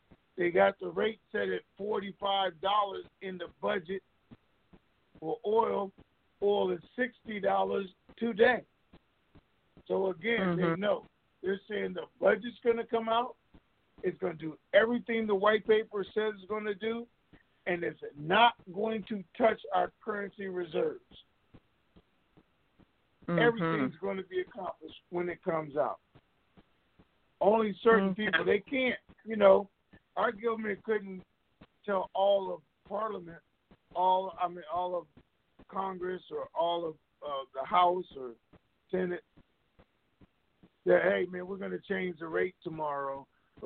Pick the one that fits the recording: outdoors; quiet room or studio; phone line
phone line